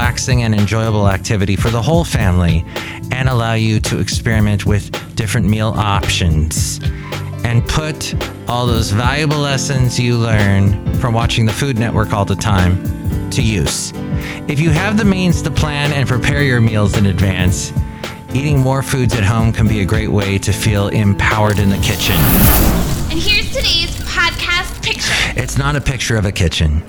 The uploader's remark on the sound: podcasts live from Café Anyway